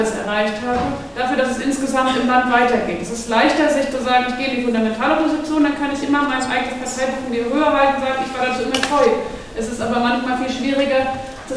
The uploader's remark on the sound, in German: Podiumsdiskussion Medinetz am 16.10. 2018 in Marburg. Mitschnitt der durch MediNetz organisierten Podiumsdiskussion.